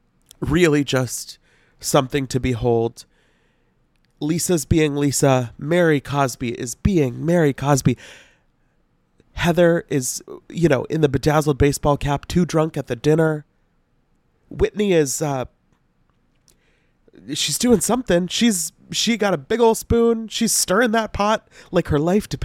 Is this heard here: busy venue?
no